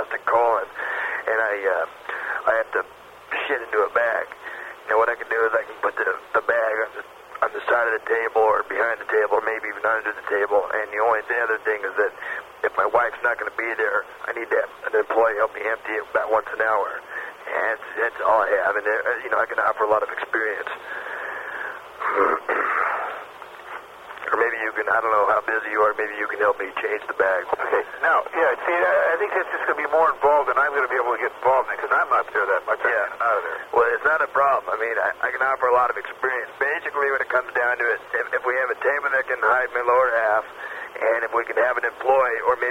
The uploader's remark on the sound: Prank Phone Calls Collection